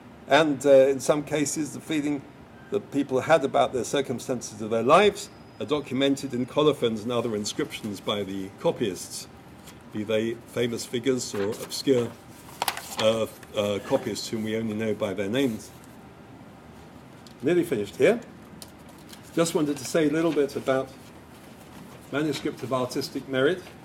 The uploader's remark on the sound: Lecture at George Mason University. Hosted by the Ali Vural Ak Center for Global Islamic Studies.